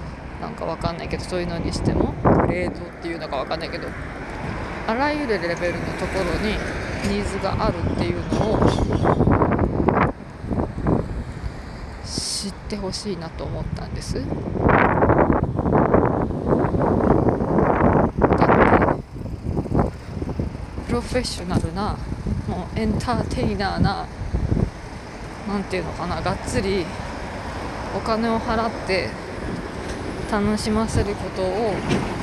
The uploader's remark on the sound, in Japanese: 雑音や風の音も入り聞きづらいところもありますが、ごめんなさい。